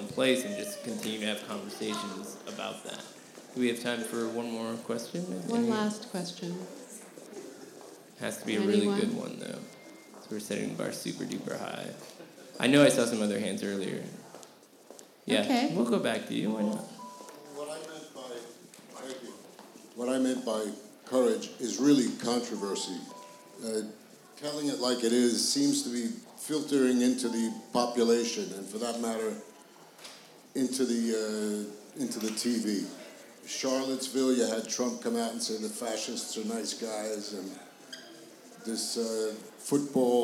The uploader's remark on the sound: Live at NYFF! Record live from the 2017 New York Film Festival.